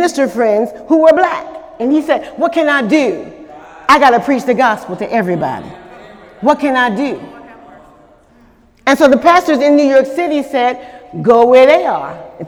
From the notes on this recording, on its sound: During Sunday morning service on February 25, 2018